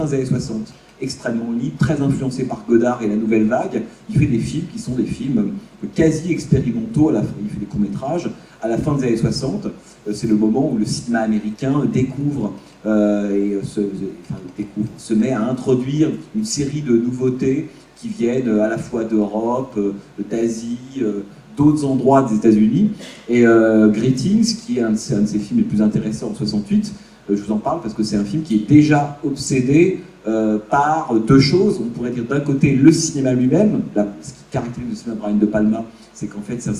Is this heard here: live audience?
yes